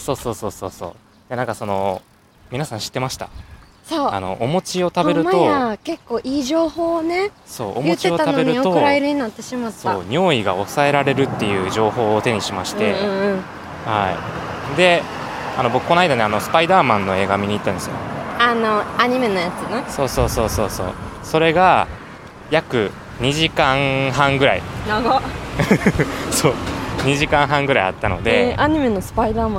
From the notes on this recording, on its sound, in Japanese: 初めての野外収録！撮影場所を探し練り歩く2人。今回は初めての野外収録。聞きづらい点もあるかと思いますが。